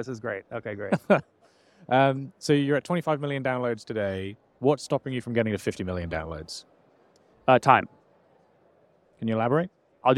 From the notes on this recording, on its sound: We met on stage at SaaStock in Dublin